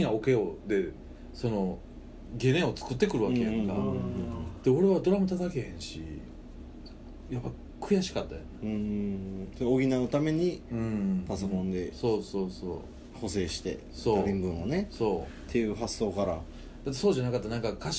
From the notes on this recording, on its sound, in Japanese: RECORD(お店)より